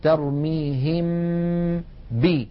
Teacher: لما نبدأ بنطق الباء لا غنة في هذه الباء، بل الغنة باقية في الحرف الأول وهو الميم · Term: الإخفاء